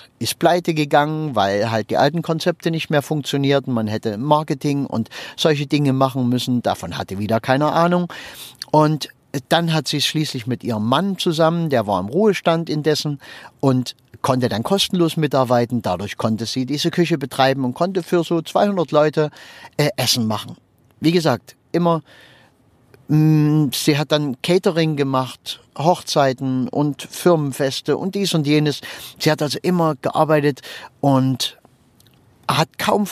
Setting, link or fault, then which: setting, inside a vehicle